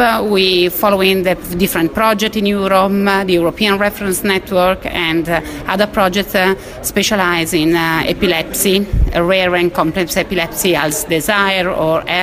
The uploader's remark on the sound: broadcasts on location from the 32nd International Epilepsy Congress 2017 in Barcelona